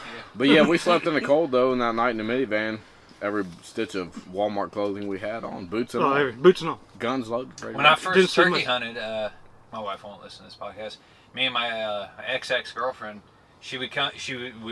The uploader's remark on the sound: Live from deer camp we recorded an episode from the annual scouting and shed hunting trip.